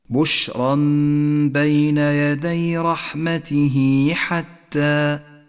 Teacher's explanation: رحمته حتى مد الصلة الصغرى، جاءت هاء الضمير وقبلها حرف متحرك وبعدها حرف غير الهمزة، تمد الصلة حركتين